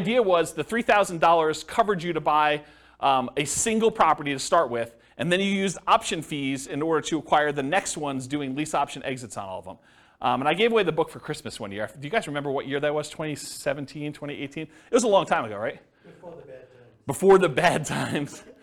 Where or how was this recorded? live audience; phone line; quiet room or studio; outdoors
live audience